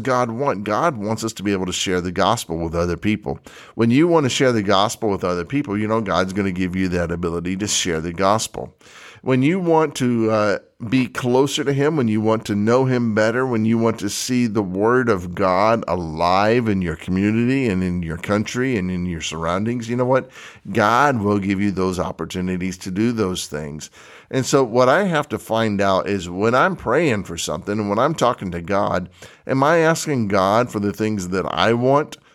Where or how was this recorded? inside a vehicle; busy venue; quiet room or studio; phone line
quiet room or studio